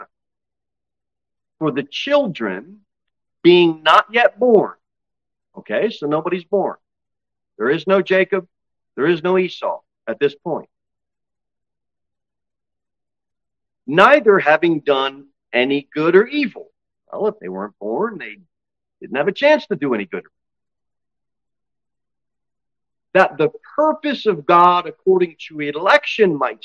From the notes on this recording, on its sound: Sermon delivered at Pilgrim Baptist Church on Sunday, August 6, 2023, at 11-15 am. Jere Whitson Rd. Cookeville, TN 38501.